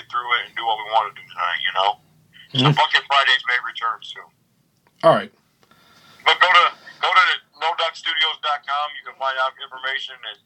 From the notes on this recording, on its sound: Recorded via phone in Grand Rapids, Michigan, and Toledo, Ohio.